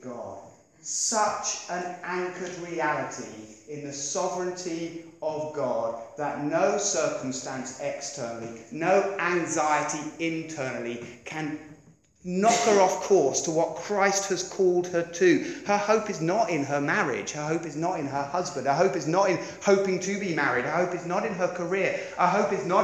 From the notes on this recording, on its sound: Preached 30th Oct 2016 at Beacon Church